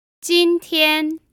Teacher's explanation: The word for today is 今天 which has two first tones. 今 refers to current while 天 means day.